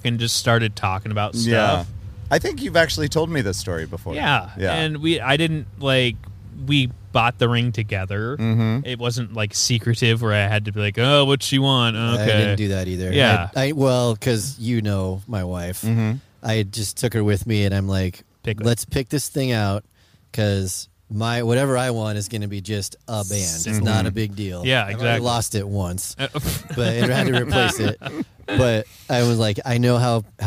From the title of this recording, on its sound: Don't Record Outside On A Weekend